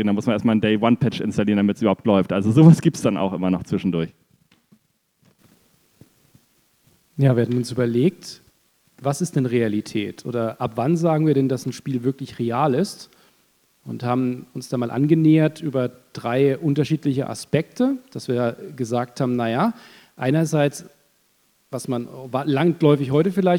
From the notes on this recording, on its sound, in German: Nerdwelten LIVE 2023. Produktion: GamesFestival23.